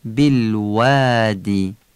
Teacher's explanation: بالوادی یعنی واو با دندون نگیم، الفش هم ایه کشیده بگیم